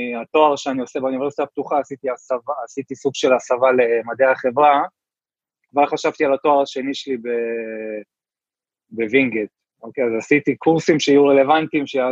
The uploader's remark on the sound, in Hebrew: הפרק הוקלט בזום בעקבות אתגרי הקורונה